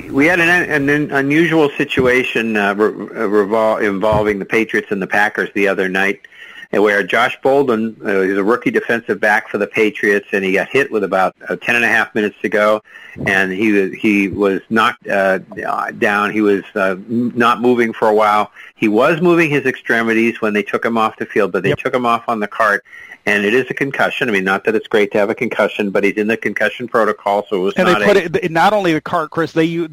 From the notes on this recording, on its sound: take your live calls